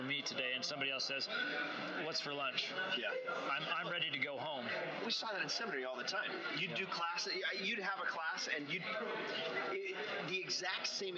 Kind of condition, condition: fault, background noise